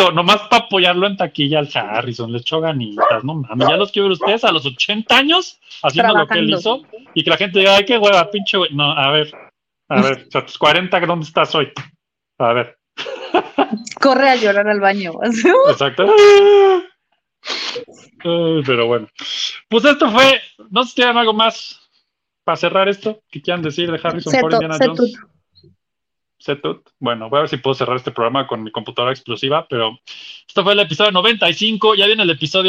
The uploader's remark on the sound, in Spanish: ¡esto sorteando todas las fallas técnicas imaginables por segunda ocasión pero saliendo adelante triunfantes para cerrar este dúo arqueológico de episodios pre-grabados!